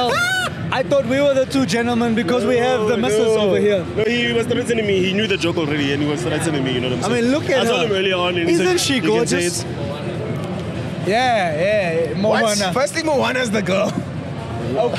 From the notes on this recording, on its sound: Live at Comic Con Africa 2023. As they take the stage at one of the biggest pop culture events of the year.